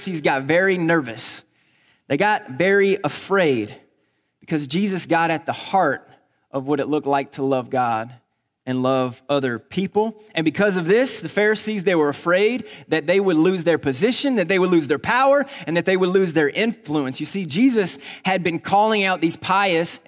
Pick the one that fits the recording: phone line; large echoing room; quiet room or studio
large echoing room